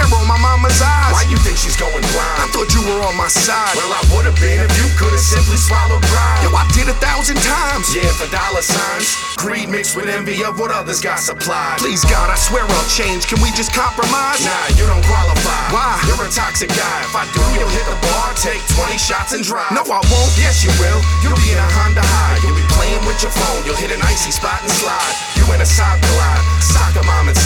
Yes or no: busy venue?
yes